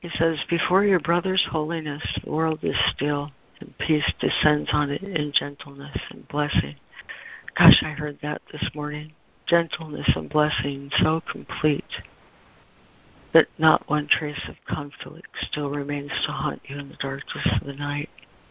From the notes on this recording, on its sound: ACIM Daily Conference Call